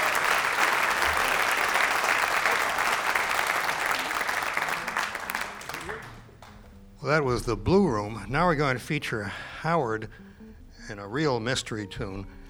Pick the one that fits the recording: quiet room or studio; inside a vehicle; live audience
live audience